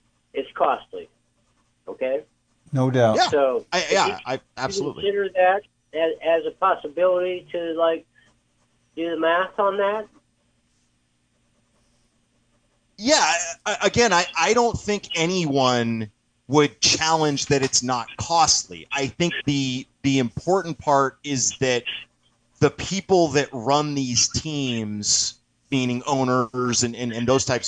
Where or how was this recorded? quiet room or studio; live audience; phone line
phone line